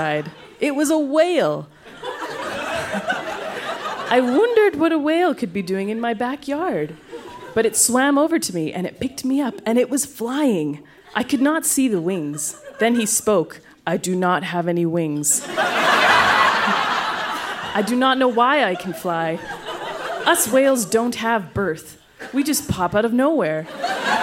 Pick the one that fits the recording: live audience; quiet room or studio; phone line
live audience